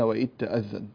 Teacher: هذه الذال يدغمها عدد من القراء في التاء التي بعدها